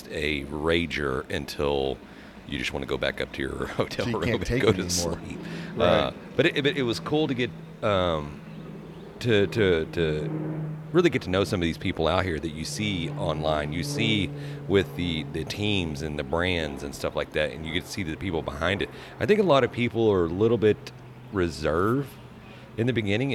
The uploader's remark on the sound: In this episode we are on location for day 2 at the 2024 NBBQA conference in San Antonio!